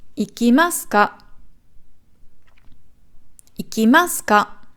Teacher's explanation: Also es geht nicht beim K hoch, sondern schon davor.